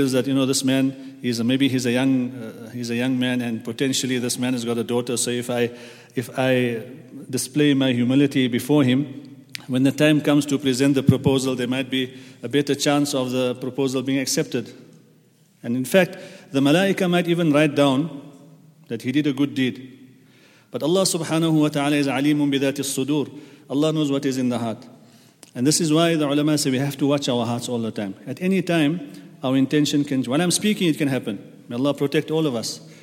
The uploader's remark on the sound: at the Houghton Masjid (West Street)